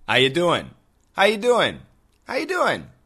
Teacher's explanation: the first word, how, just sounds like ha. Are is completely gone. You sounds like yuh, yuh. And doing actually sounds like doing, doing, doing, doing.